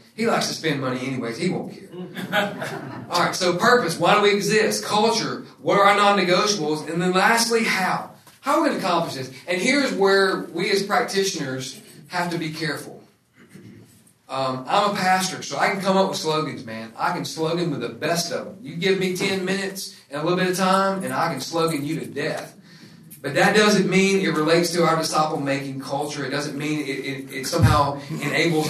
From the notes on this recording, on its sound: This episode is from discipleFIRST, recorded at the National Disciple Making Forum.